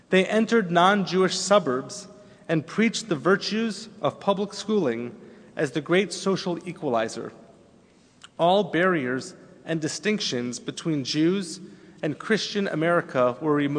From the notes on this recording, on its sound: Delivered on Erev Rosh Hashanah at Temple Emanu-El on 9-28-11